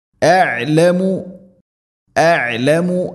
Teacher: ഹംസ ഐന് മഖ്റജ അടുത്താണ്, തൊണ്ടയുടെ താഴെ ഭാഗം, ഐന് തൊണ്ടയുടെ മധ്യഭാഗം, കൃത്യമായിട്ട് ഉച്ചരിക്കണം.